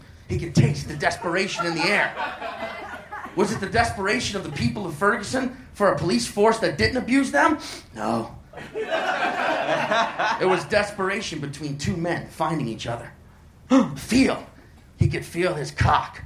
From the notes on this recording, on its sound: Recorded live at The Virgil in Los Angeles.